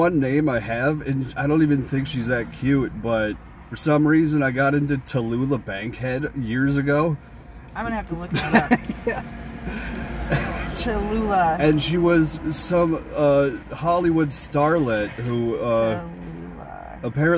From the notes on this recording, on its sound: Lots of background traffic as we have a chat in my car.